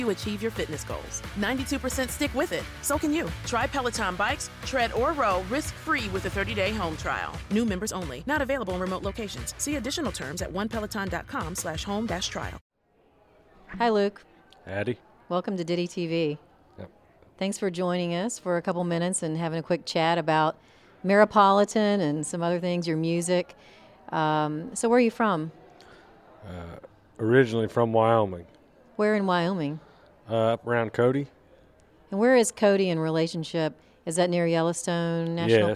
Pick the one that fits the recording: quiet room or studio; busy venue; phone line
busy venue